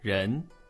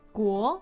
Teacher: So it's a rising tone and it goes up pretty quickly